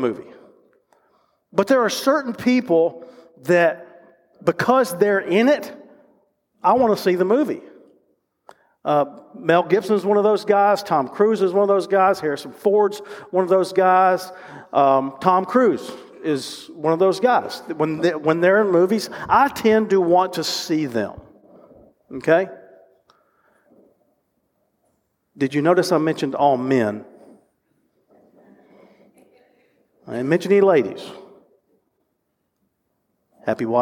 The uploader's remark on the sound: recorded live at Covenant